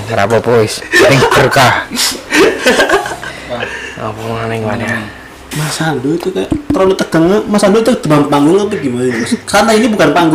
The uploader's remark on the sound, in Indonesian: (Maaf audio agak cliping/pecah)